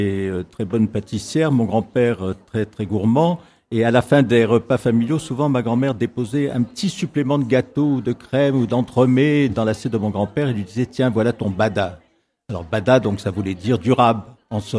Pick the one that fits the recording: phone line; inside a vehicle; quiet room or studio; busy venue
busy venue